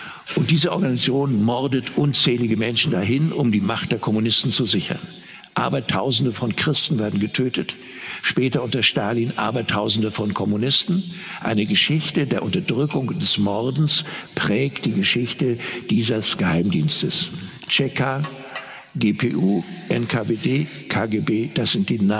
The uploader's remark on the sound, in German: Das haben wir in einer Ausgabe unserer Gesprächsreihe „Augsburger Allgemeine Live“ getan.